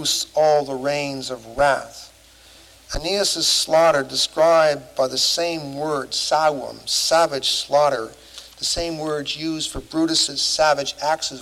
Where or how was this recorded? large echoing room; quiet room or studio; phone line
large echoing room